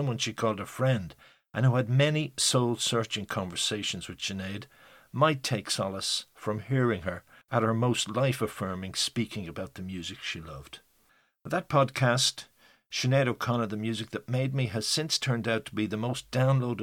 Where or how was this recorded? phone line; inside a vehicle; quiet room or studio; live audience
quiet room or studio